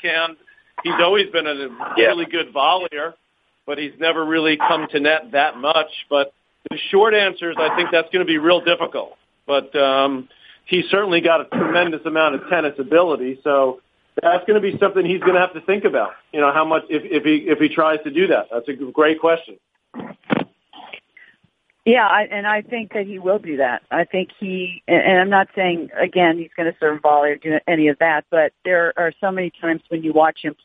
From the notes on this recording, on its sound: Australian Open Conference Call